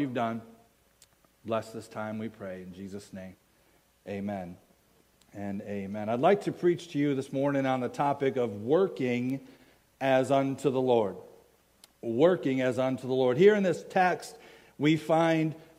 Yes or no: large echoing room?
yes